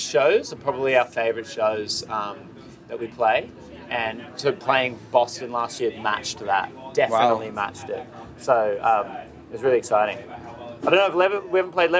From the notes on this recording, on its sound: Live from Levitate Music Festival. 10th Anniversary of Levitate Music Festival!